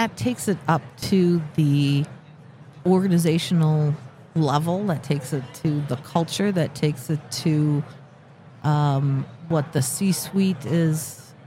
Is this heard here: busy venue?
yes